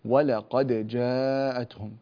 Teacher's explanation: إظهاره ينشأ عنه قلقلة الدال